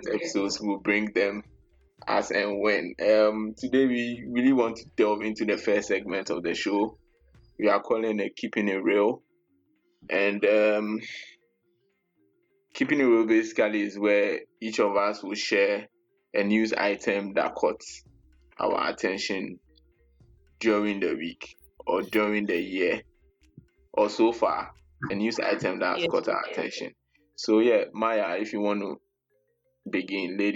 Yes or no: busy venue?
no